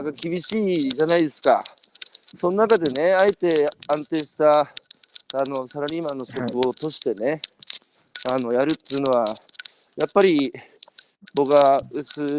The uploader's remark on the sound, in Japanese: 歩きながら1時間、対談する